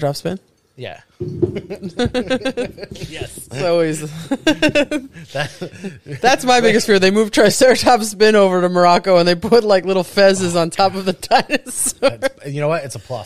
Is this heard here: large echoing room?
no